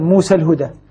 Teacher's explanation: همزة الوصل وبقيت اللام الساكنة التي بعدها فزال إشكالية التقاء الساكنين لما حذفت ألف موسى هنا لا إمالة فيها